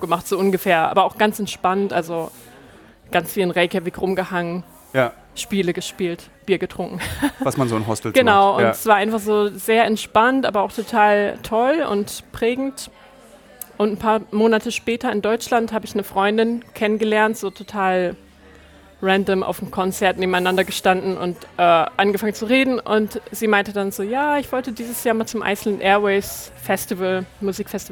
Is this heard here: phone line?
no